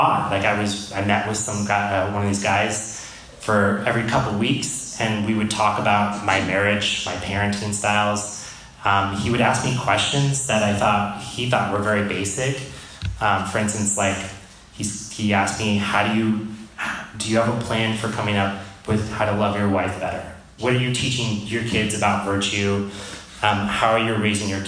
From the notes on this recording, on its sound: This episode of The Dad Project is a live recording. This episode was recorded in front of a live audience and is followed up with audience Q&A.